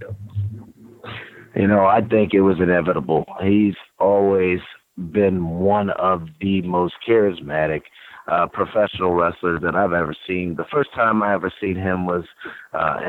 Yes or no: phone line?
yes